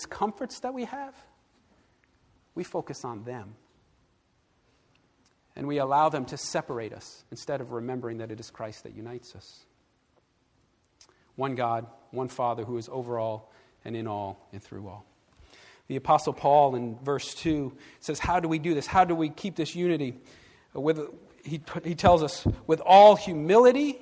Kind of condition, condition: setting, large echoing room